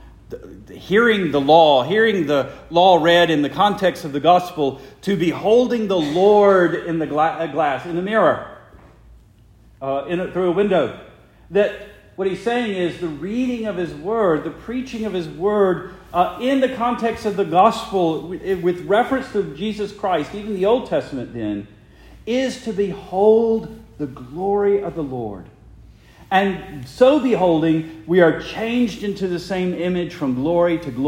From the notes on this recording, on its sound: Preached the morning of March 26, 2023, for the Heidelberg Presbyterian Church in Heidelberg, Mississippi.